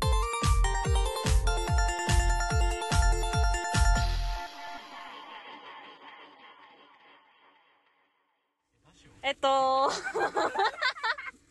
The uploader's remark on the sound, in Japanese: ドライブラジオ。車の中で突然ラジオを録り始めたら、男性陣に本気で嫌な顔をされました。